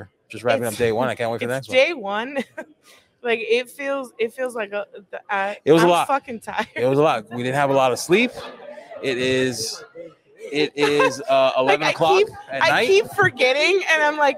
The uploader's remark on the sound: This week we take the show on the road. We recorded from The Next Level Laser Conference in Dallas.